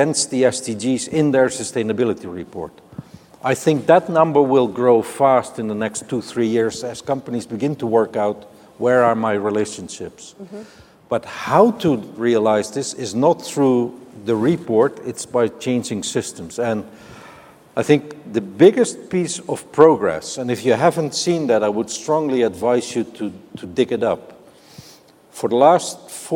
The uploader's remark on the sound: The best of live interviews from GreenBiz events